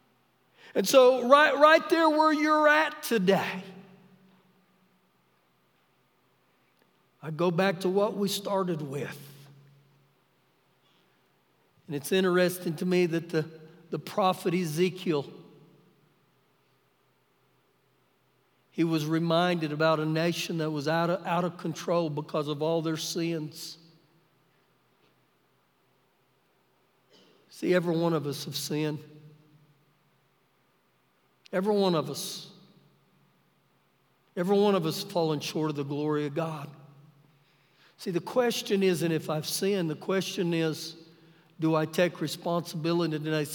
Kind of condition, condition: setting, large echoing room